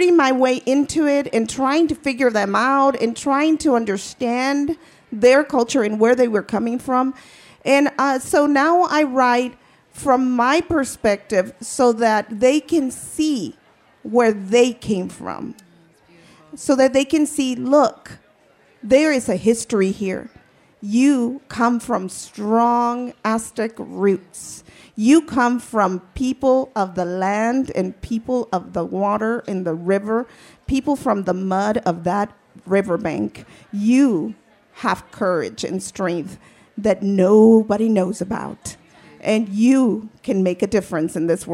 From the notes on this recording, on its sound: 30 Minutes features a panel from the 2017 Tucson Festival of Books.